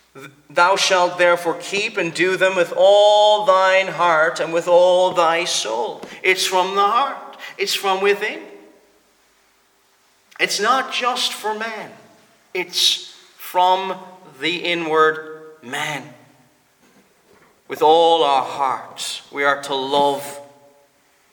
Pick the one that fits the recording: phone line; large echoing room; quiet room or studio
large echoing room